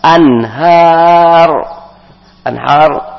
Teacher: nun mati ketemu ha maka izhar baca jelas